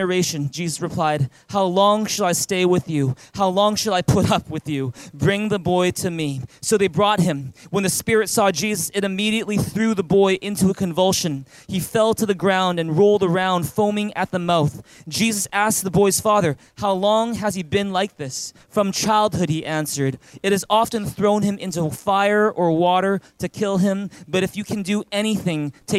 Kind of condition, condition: setting, large echoing room